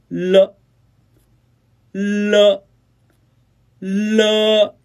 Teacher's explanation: 了呢是舌尖中音，边音，发音时舌尖顶住上齿龈，软腭和小舌翘起，堵住鼻腔通道，肺部呼出的气流通过喉头震动声带到达口腔，从舌头的两边流出